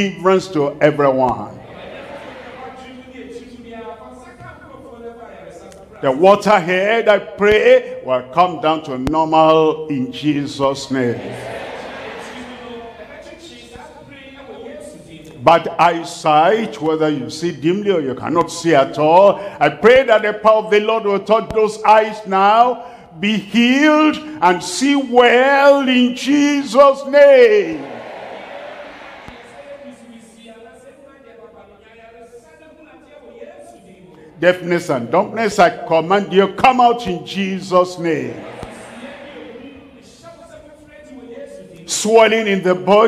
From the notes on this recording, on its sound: live from Accra, Ghana